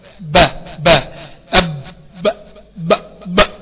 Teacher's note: له نبره قويه، النبره القويه اللي انت سمعتها دي تهيأ لك انها همزه، لكن هي مش همزه · Term: القلقله